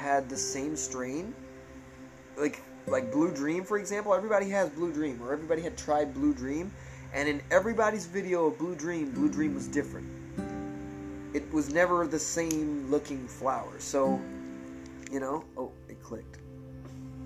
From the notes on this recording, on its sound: it is his phone that I'm using to record it